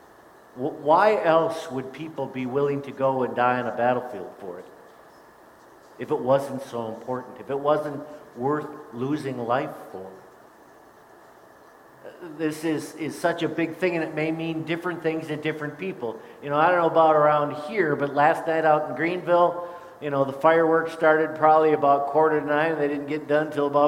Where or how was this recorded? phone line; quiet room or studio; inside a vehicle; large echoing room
large echoing room